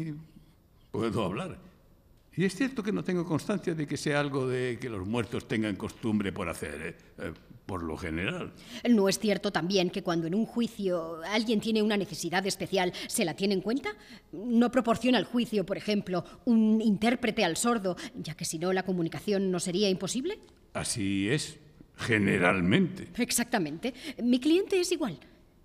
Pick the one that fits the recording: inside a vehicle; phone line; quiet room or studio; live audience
live audience